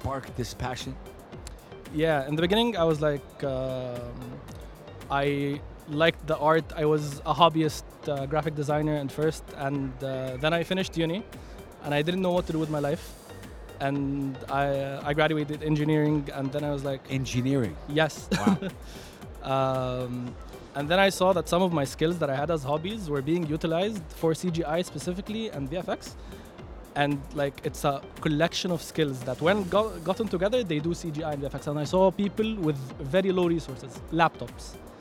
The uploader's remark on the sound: Live from SIBF 2023